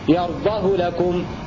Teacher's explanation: قرأ حمزة وعاصم ونافع قولا واحدا بضم الهاء بدون صلة